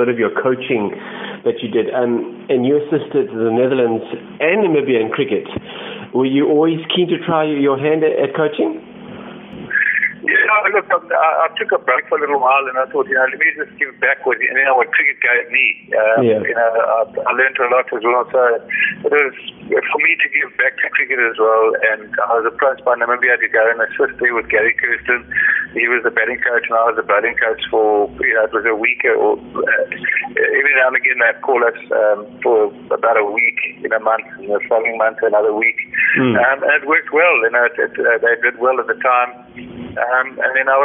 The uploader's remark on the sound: The interview took place via a phone call.